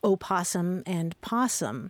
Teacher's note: Well, there's a thing that happens when a word starts with a vowel like that, a vowel consonant, where it's easy to lose that O because that first syllable is unstressed